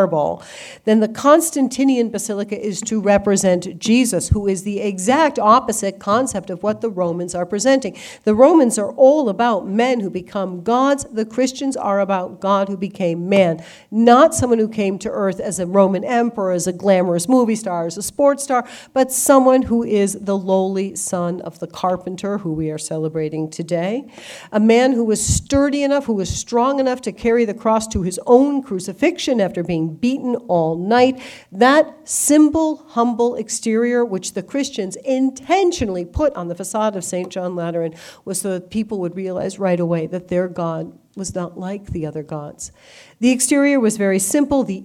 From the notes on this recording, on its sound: Delivered an exclusive lecture to the Christendom College community. The talk was part of Christendom College’s Major Speakers Program.